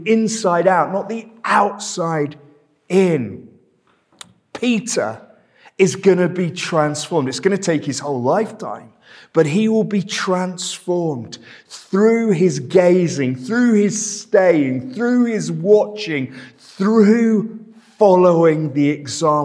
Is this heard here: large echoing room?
yes